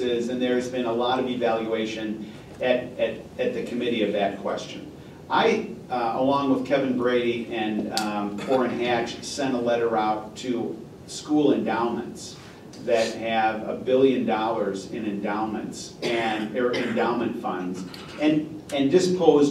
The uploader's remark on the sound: WWASHINGTON, DC. The Ripon Society hosted a breakfast discussion.